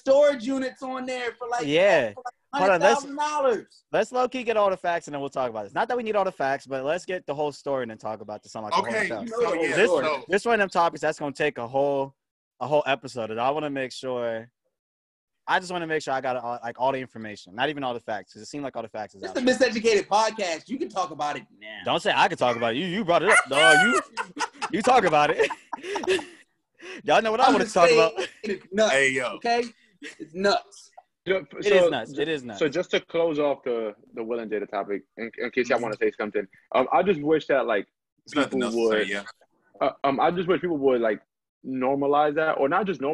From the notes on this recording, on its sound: Reporting live from Cooney Island by way of Zoom. Reporting live from Cooney Island by way of Zoom.